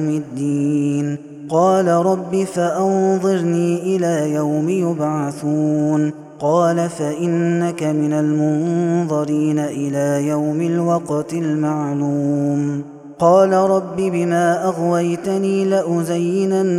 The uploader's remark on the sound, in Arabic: هذا التسجيل من صلاة التراويح